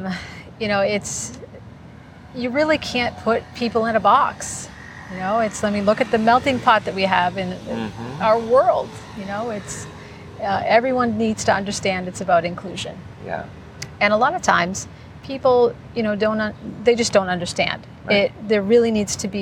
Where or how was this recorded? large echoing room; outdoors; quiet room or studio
outdoors